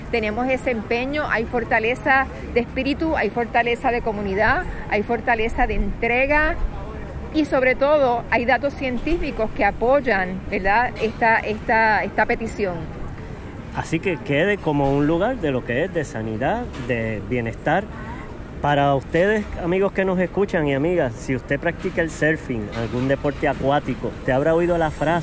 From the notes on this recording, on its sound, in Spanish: llegó a la Plaza de Armas, donde conversó